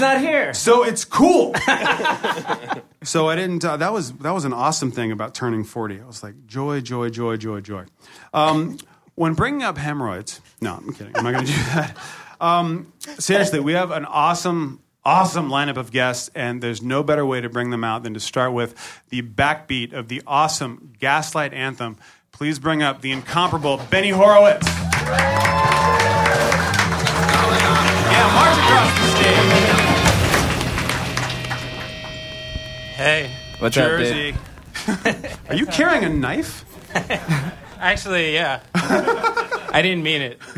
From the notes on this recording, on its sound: Live at Union Hall. We recorded our momentous 100th episode in front of a live audience at Union Hall, Brooklyn.